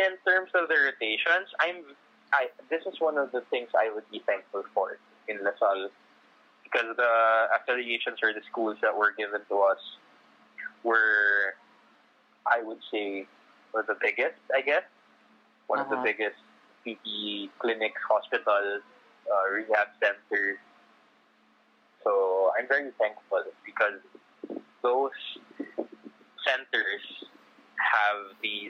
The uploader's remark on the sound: I apologize for the audio and production.